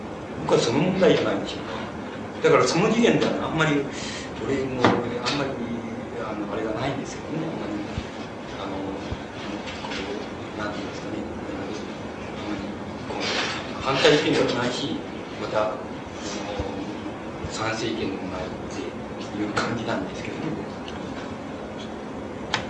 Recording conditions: background noise